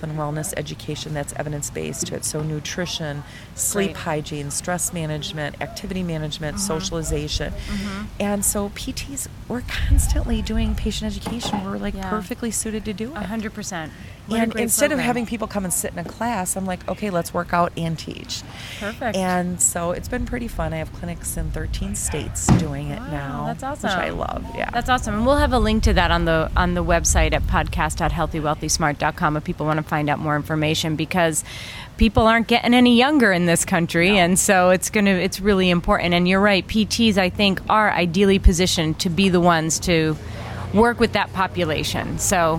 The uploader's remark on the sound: LIVE from the Annual Private Practice Section Meeting in Orlando, Florida. I am coming to you live from the private practice annual private practice section annual meeting in Orlando, Florida. We're sitting outside.